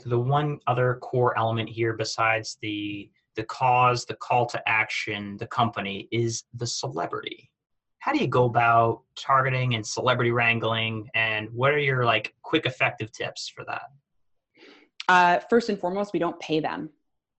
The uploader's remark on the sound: Recording from the Cause Marketing webinar